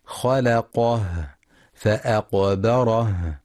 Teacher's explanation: لأن الهاء تخرج من أقصى الحلق، وجميع صفات الهاء ضعيفة · Term: لهمس الهاء